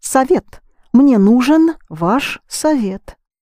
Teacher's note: you don't have to pronounce о because it's unstressed